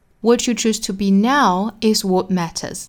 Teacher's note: 后面一句我们要注意强调在句尾、啊、就是 now 这个词 what you choose to be now is what matters 意思上呢我们也是判断你现在选择成为的人才是最重要的所以你看我们汉语也会强调现在这个概念所以它其实也是逻辑重读我们判断好逻辑重读的词呢就一定要注意啊在发重读词上面呢时间长度更长语速也要相对慢一点 What you